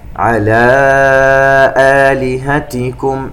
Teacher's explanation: عندنا مد منفصل وكذلك مد بدل، المنفصل أربع حركات والبدل حركتين